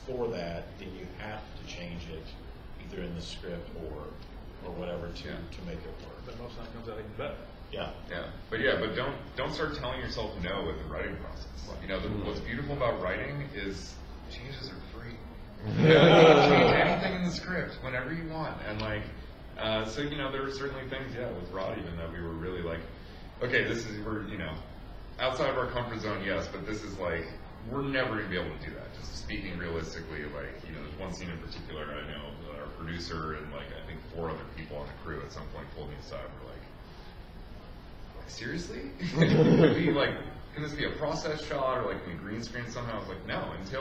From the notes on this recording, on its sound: The How to make a Horror Movie panel from Connooga 2018!